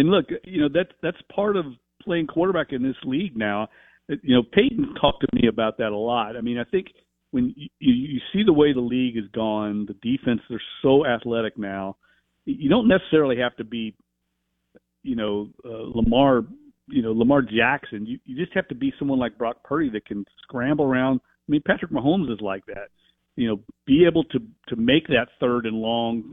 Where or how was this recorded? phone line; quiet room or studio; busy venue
phone line